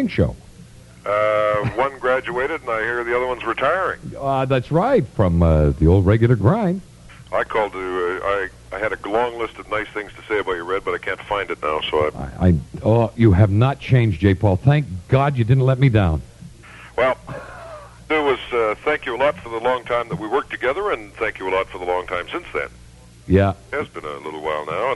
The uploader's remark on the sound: This is full of surprise in studio and call in guests as the broadcast community of Western Canada and the Northwest US say farewell.